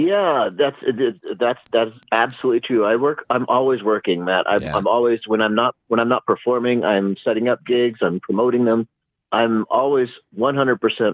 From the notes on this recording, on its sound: They talk over the phone from the Mile High Mobile Studio (a truck in the driveway).